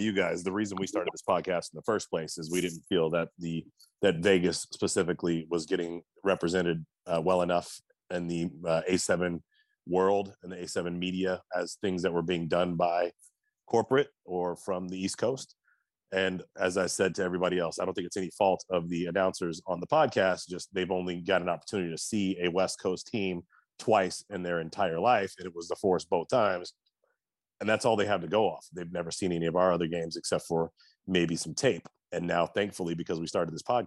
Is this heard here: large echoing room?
no